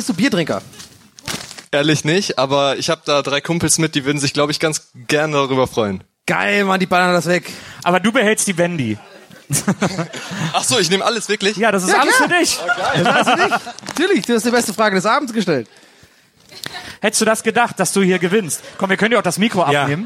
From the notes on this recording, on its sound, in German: Live von einem Bielefelder Campingplatz. In Bielefeld.